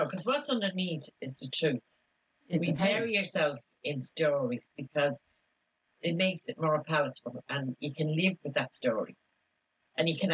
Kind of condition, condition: fault, poor sound quality